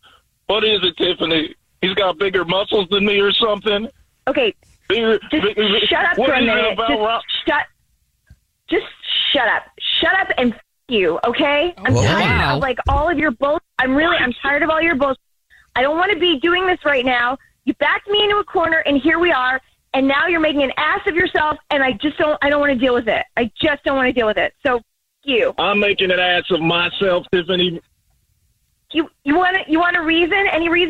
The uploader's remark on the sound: Is on the phone today for War Of The Roses to catch a cheater.